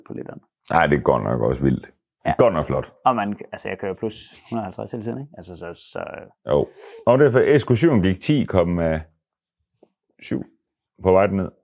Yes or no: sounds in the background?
no